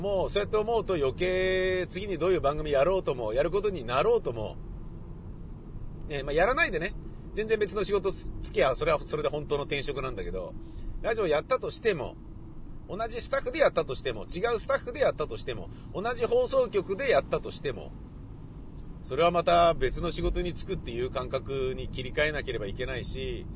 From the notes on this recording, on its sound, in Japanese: 雨だったので、車で放送局に向かい車で自宅へ戻りました。その道中で車の中でぶつぶつ喋っております。